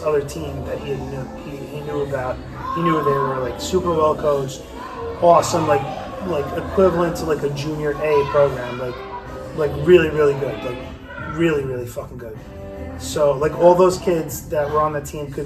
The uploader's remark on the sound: Snuck a 'Kast in mid Birthday Party this week. A little more background noise than usual but it's all good.